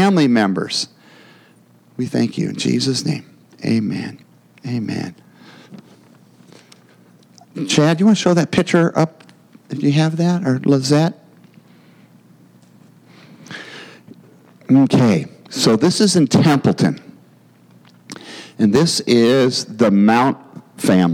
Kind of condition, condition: setting, large echoing room